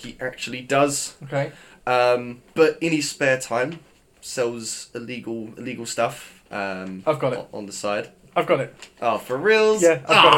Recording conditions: poor microphone